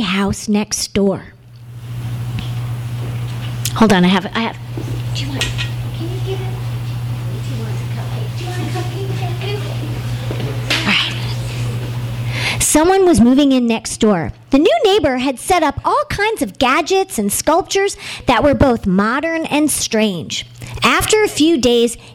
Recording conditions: live audience